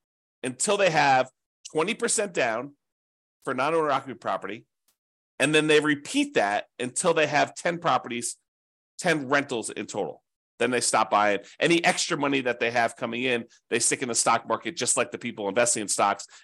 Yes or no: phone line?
no